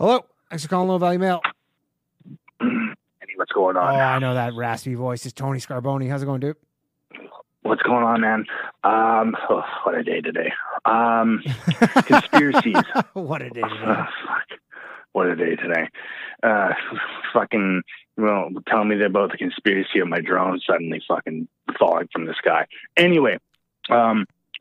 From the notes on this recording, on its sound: call in show